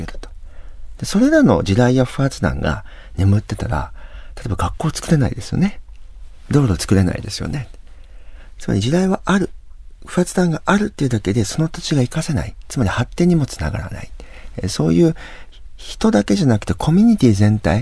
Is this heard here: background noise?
no